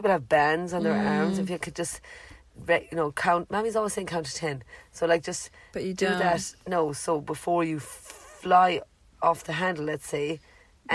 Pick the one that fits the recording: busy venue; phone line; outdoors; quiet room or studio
outdoors